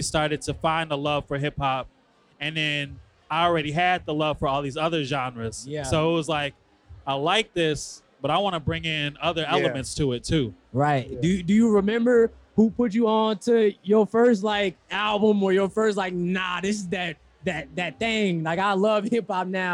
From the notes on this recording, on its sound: Live from Digilogue Day, this is part two of our marathon live interviews as a part of Digilogue Day’s Music Discovery Media Hub.